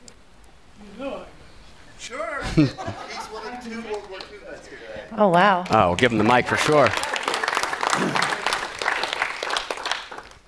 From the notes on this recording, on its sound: we present a live recording of our Post-9/11 Veterans Storytelling event in Beaver County, Pennsylvania